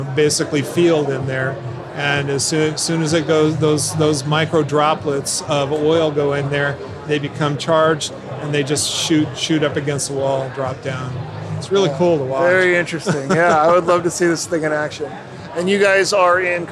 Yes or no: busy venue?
yes